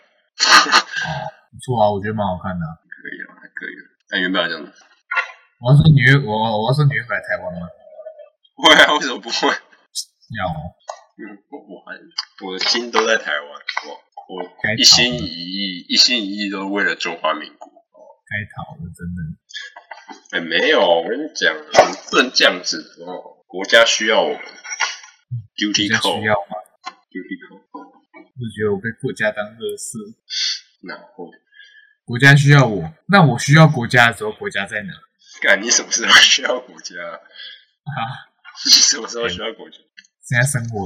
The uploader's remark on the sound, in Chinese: 請原諒音質…設備有點問題